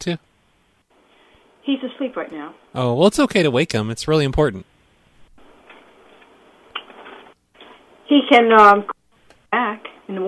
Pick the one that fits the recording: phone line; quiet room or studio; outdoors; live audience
phone line